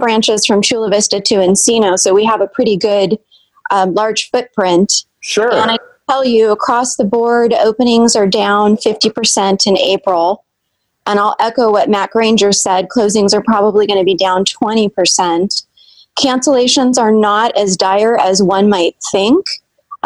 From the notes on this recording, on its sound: Hosts a zoom call. On this Zoom call. Who contribute their opinions in an open forum towards the end of the call.